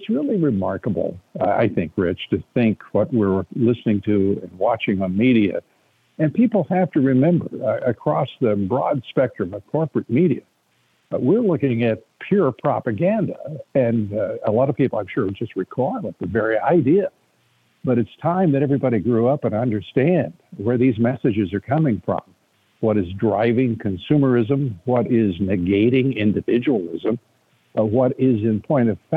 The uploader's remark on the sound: we take your calls in open phones across America